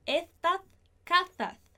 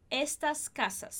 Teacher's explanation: esse sonzinho com a língua entre os dentes é o som que algumas pessoas, em algumas cidades no sul da Espanha, vão fazer quando pronunciarem a letra S · Shown in: first take · não importa a posição desse S na palavra.